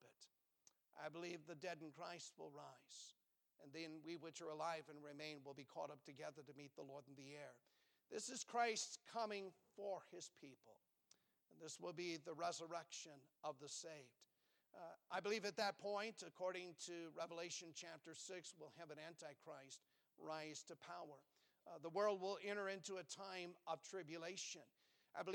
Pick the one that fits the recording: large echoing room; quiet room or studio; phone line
large echoing room